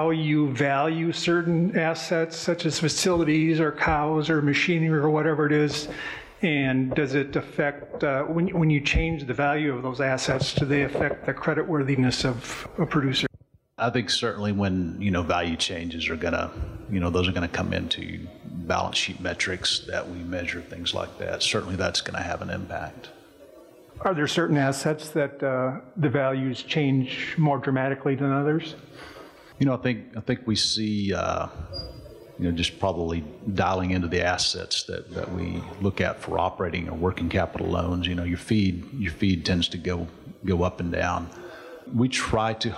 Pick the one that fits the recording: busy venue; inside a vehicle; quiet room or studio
busy venue